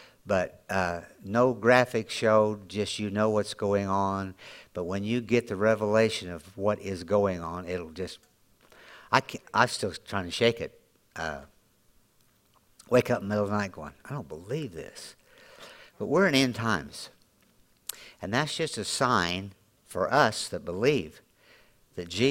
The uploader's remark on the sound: Audio podcast from Grace Church on 7-23-2023